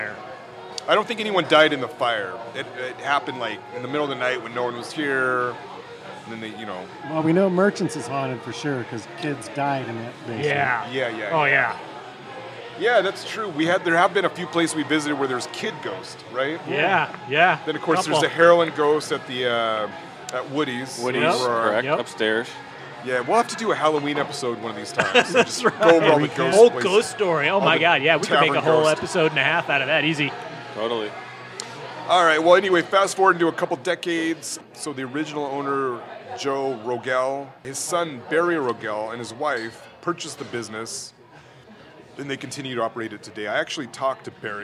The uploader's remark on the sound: Recorded live at the DeLuxe Bar & Grill in the famous Capital Hill neighborhood. Arguably one of the least-divey dive bars we've visited, this historic watering hole has gobs of history and ghost stories.